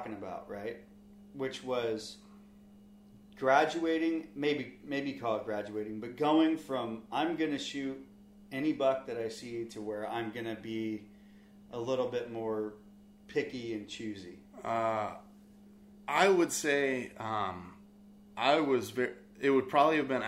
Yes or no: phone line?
no